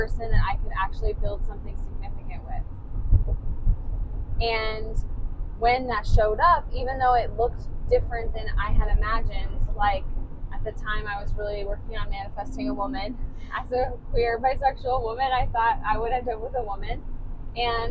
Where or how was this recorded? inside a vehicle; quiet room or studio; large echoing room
inside a vehicle